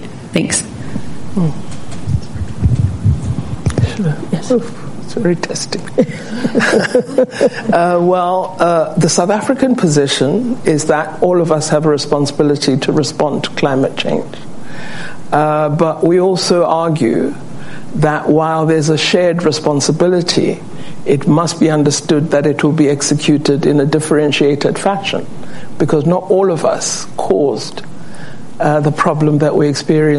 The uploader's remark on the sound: Takes questions from members of the Council on Foreign Relations in Washington DC